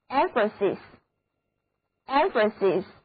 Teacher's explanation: 元音字母 A 的读音是短的，而两个字母 S 都读作清辅音，整个单词重音第一个音节